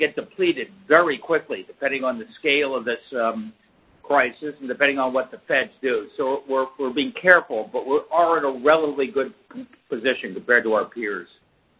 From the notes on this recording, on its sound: Conference Call